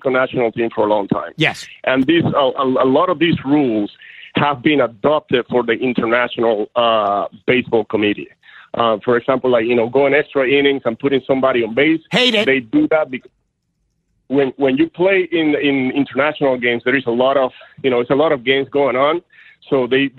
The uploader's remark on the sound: The former MLB pitcher decides to call in with his thoughts on baseball's rule changes.